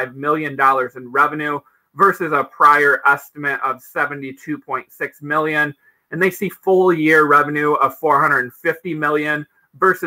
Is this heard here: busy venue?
no